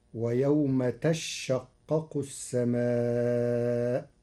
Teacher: قرأ ورش كلمة تشقق بتشديد الشين فتصير: ويوم تشقق السماء.